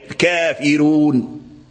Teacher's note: الكاف الفاء مرقق، الراء مرقق · Term: الترقيق